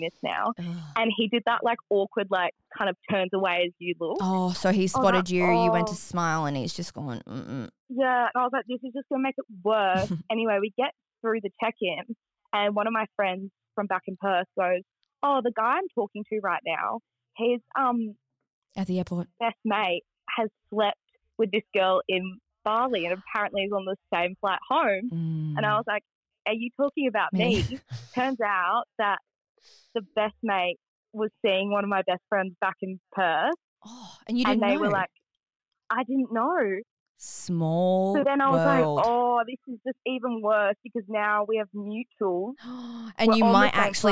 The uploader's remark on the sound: the listeners jump on a call